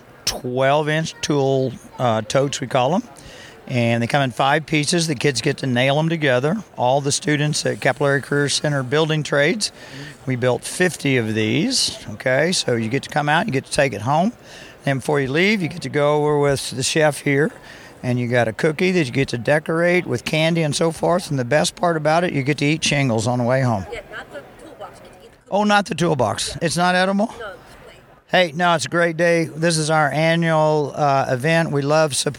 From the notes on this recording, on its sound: On site at the Springfield Area Home Builders Home Expo at the CACC Booth.